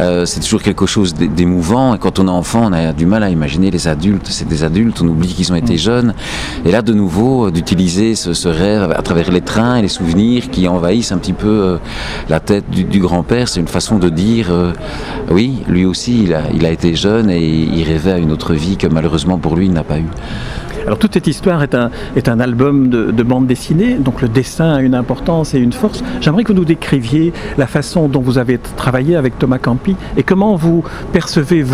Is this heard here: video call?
no